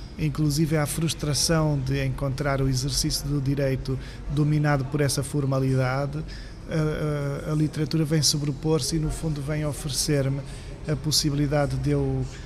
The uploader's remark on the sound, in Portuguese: em direto do Festival Literário da Madeira